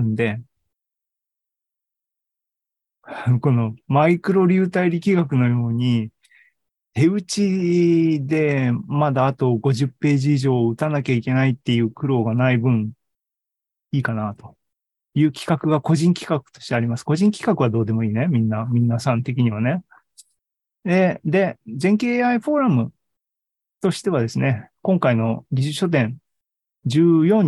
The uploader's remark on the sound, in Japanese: ２０２３年１月２５日に開催した ZOOMライブの模様です